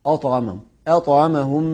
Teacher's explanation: الطاء طبعا مفخمة وقبلها الهمزة مرققة، احذر ان تفخم منك.